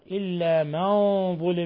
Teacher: نون ساكنة جاء بعدها الضاء الحكم التجويدي إخفاء حقيقي